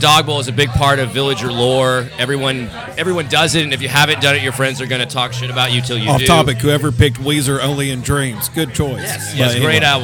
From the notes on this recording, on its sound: At The Villager Tavern to record an episode. Hillsboro Village.